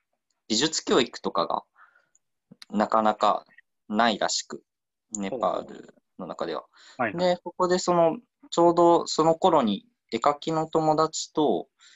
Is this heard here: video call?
yes